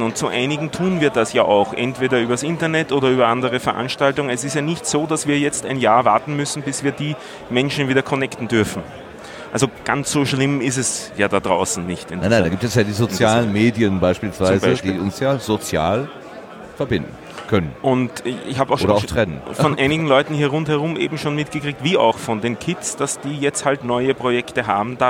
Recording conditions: busy venue